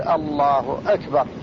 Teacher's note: أكبر الهمزة اللي فيها همزة قطع مولي، لا بد من حد يحققها ويفتحها